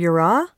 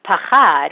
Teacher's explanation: It's a very breathy, open word, especially compared to the counterpart, pachad, which has a real harshness to it. Right. Yeah, no, it's a real exhalation kind of word.